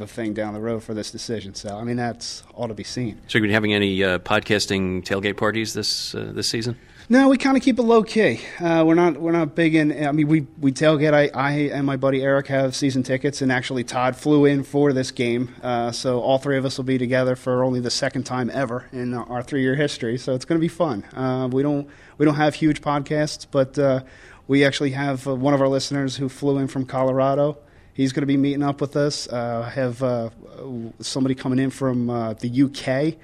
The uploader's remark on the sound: Special LOC Podcast: PodCamp Philly Podcast. In this live recording from PodCamp Philly 2010.